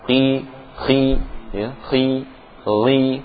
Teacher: tafkhimnya ketika kasroh termasuk tingkatan yang rendah